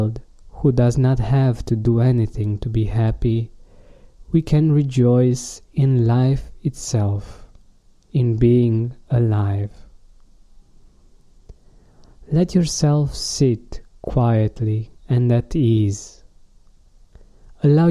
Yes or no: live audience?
no